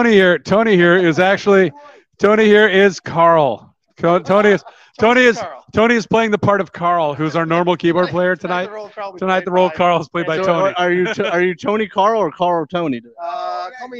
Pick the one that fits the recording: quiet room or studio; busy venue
busy venue